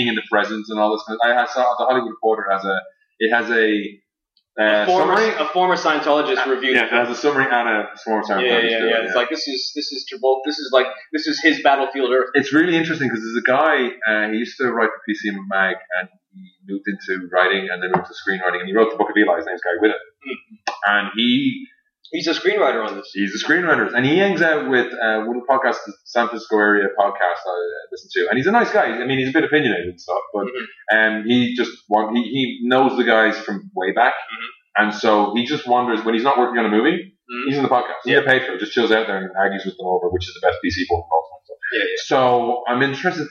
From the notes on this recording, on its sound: Apologies in advance or the sound quality on this week''s show. The fancy expensive mic that I bought WAS plugged in and functioning correctly however SOMEONE (I wonder who) forgot too switch audacity over from internal to external mic.